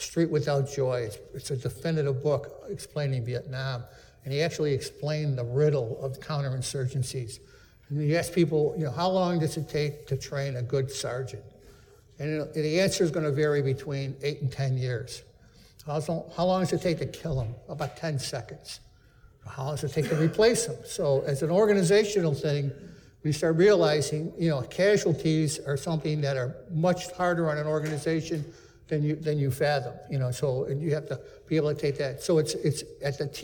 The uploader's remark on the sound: the interview you will hear with our guest in this episode was recorded in early 2019 at a Leadership Under Fire Optimizing Human Performance Summit, which took place in Annapolis, Maryland